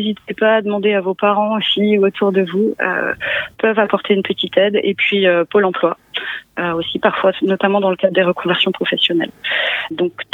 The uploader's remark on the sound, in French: Nous avons reçu (par téléphone) au micro de Timbre FM.